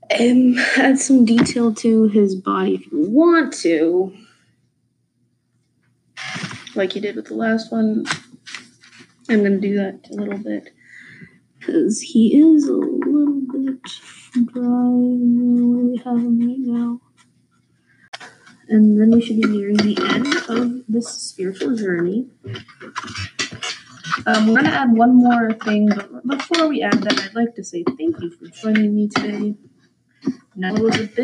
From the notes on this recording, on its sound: I choked on an apple before filming and so the microphone decided to pick up on my unnecessary breathing constantly.